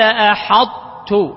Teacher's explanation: إدغام تبقي صفة الطاء وهي التفخيم والاستعلاء · Term: إدغام ناقص